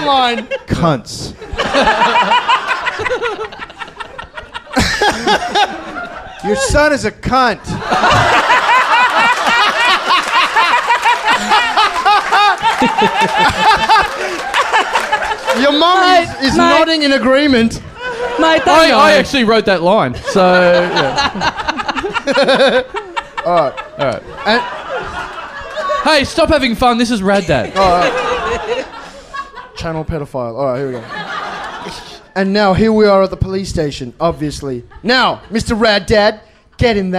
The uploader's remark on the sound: Recorded LIVE at The Joint in Melbourne